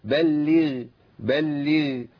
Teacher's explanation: الغين هنا قبلها كسر وهي ساكنه، فالكسر اصابها بضعف · Term: الغين الساكنة